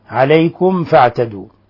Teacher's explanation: إذن قوله تعالى فمن اعتدى عليكم فاعتدوا، أيضا هنا مثال آخر لأشد حالات الإظهار الشفوي، عليكم فاعتدوا، فهنا تظهر الميم الساكنة عند الفاء في أشد حالاتها